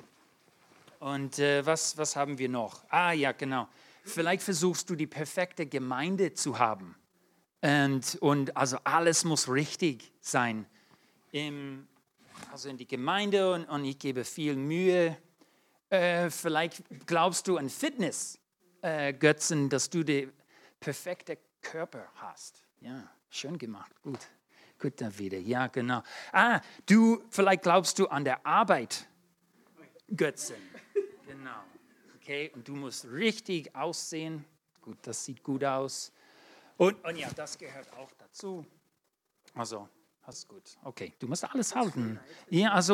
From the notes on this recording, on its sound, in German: 2022 in der Gemeinde Kaleo Schopfheim aufgenommen.